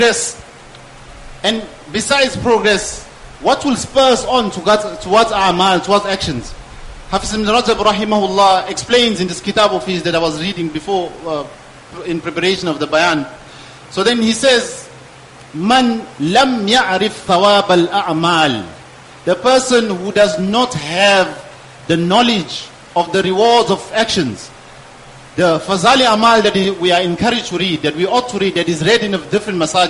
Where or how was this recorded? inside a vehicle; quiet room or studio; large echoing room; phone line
large echoing room